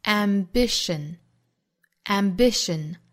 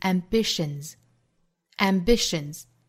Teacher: 后面再加的 s 呢读浊辅音 · Shown in: second take